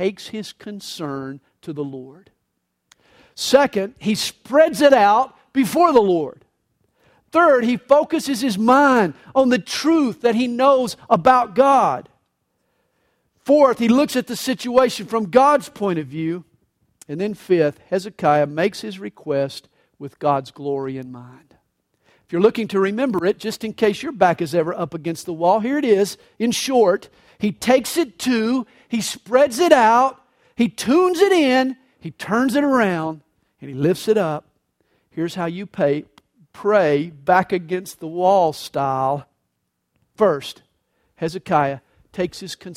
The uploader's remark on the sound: This message was recorded live during the Sunday Morning service at CalvaryCSM located in Lilburn, Georgia.